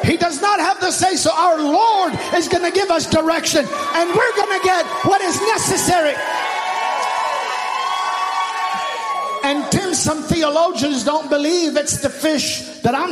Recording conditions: large echoing room